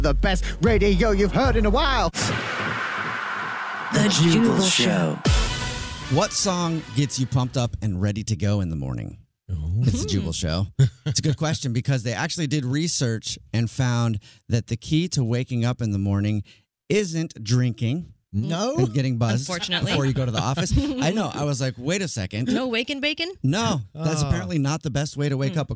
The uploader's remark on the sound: Phone interview